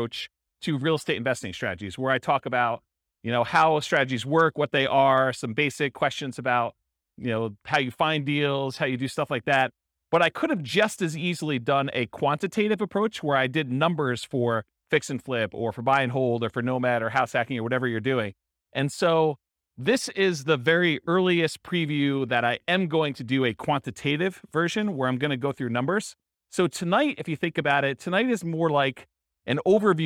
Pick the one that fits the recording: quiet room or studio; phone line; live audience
live audience